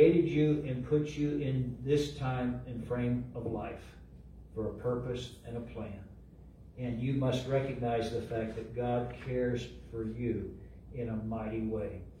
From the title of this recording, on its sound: LIVE from Calvary